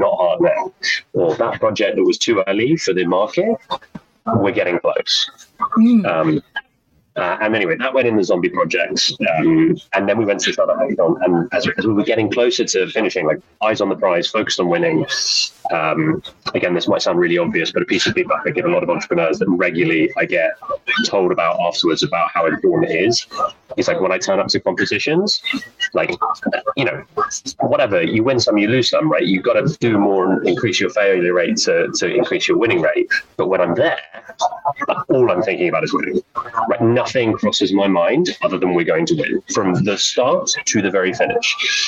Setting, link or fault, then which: fault, poor sound quality